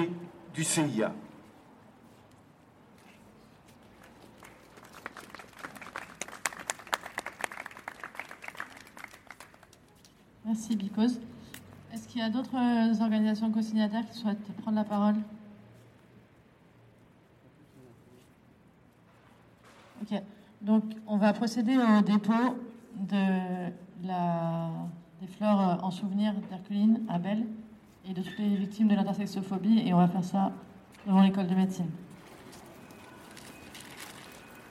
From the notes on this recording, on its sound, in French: Le dimanche 7 novembre 2021, place de l’Odéon à Paris. Des voix, des mots, par phrases, enregistrés par fragments parmi la petite foule réunie au pied du théâtre de l’Odéon. Au son du mégaphone, les participant.e.s descendent vers la faculté de médecine, rue de l’Ecole de Médecine.